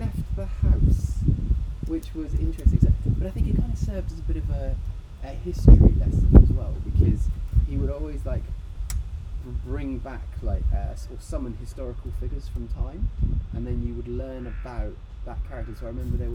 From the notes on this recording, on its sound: PS - apologies for the sound quality. We'll never record outside again!